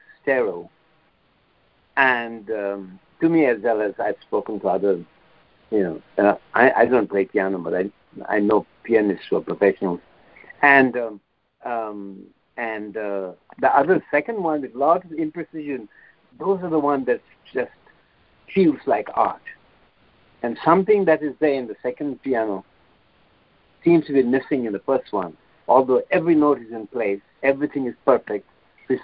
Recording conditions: phone line